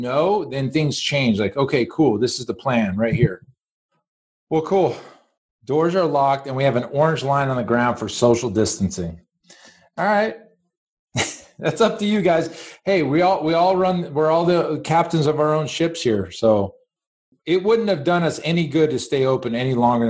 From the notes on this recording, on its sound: The recording of a special Zoom meeting they recently had with over 30 gym owners.